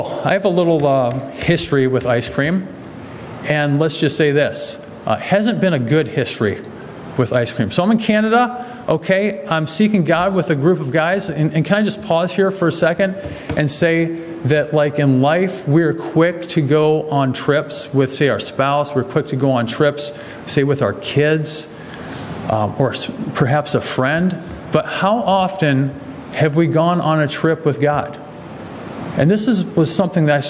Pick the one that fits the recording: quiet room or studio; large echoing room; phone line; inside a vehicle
large echoing room